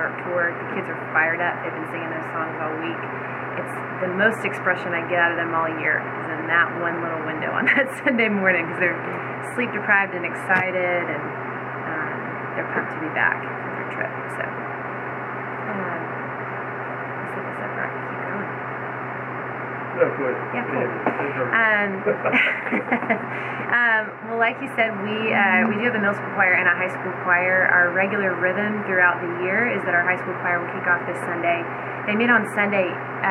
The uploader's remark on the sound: Jonesboro Breakout Session 1. This episode has technical audio issues.